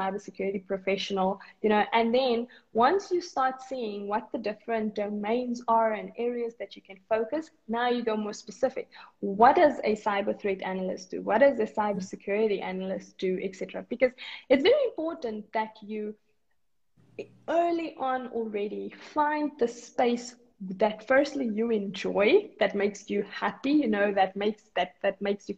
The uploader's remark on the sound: This is an Instagram Live interview